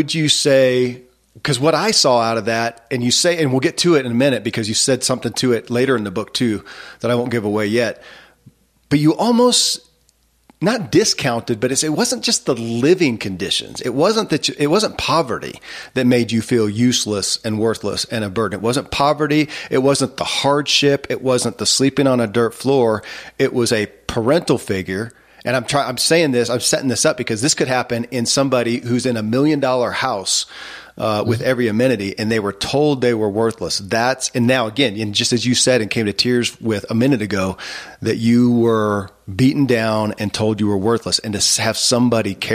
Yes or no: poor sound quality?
no